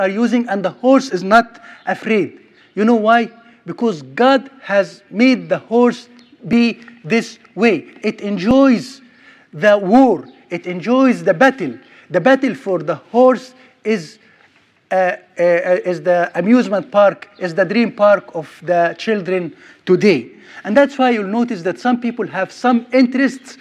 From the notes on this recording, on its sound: Sermon recorded at Middle East University